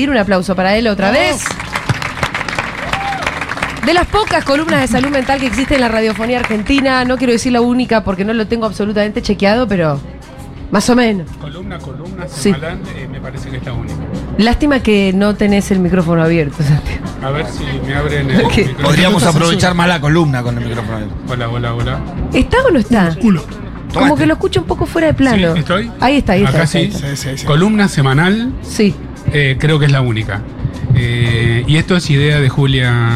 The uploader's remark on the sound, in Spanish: Segurola en vivo en Yunta Bar. Futurock FM.